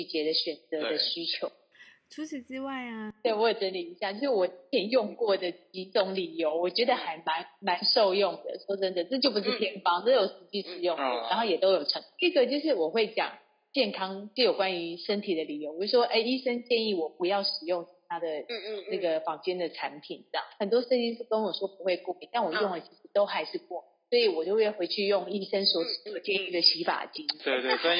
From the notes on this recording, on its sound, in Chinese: 本集因錄音方式導致收音欠佳